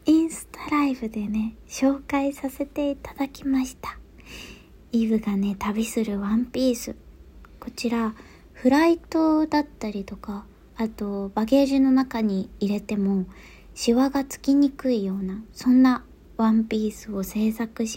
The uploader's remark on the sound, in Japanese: 撮影で出張中のためベルリンからお届け！Iphone収録なので少し聴き苦しかったらごめんなさい。